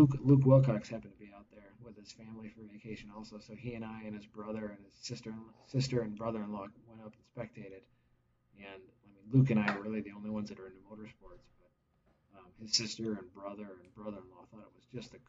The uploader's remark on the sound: The fellas record terrible audio on accident.